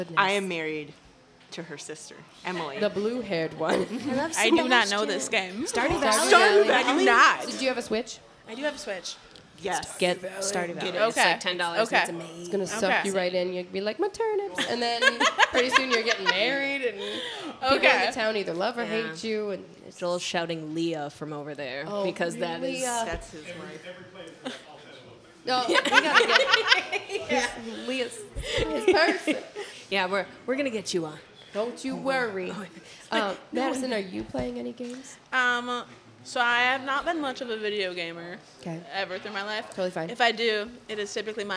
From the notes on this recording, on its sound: Live at The Loch. Owners of The Loch Cafe and Games, for letting us record in your space.